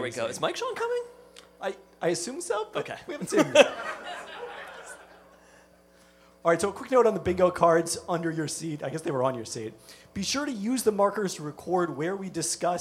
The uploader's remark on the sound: Peltoncast Live Spring 2023. Our live show on April 21 at Belltown Yacht Club.